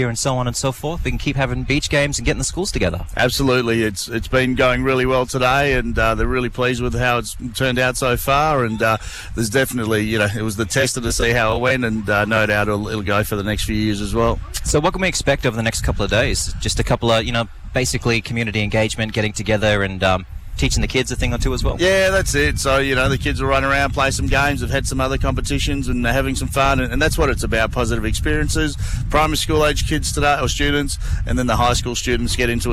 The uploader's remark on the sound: broadcasts live from Cable Beach for the Kimberley 9's event